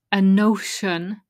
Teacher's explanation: the N from the final letter of the first word joins to the next word if it's a vowel · Term: juncture